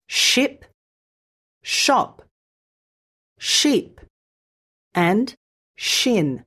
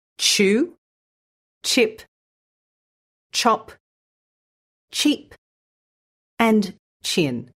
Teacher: When you add the t sound to the start of the sh sound, you get ch · Shown in: second take